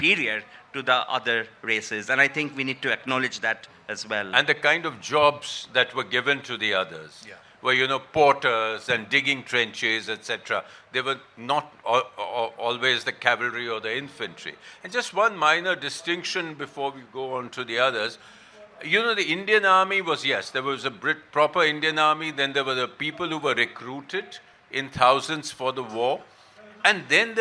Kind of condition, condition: setting, live audience